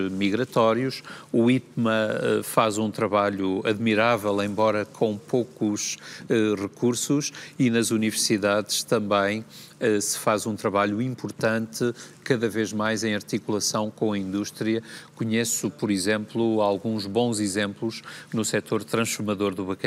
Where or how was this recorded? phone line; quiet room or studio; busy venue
busy venue